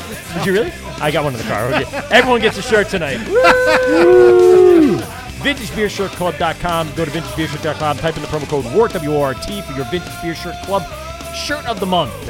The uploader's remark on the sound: LIVE at Hopsscotch Bottle Shop